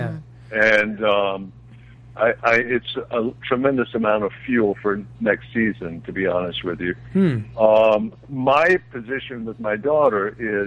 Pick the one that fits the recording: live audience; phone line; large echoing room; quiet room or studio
phone line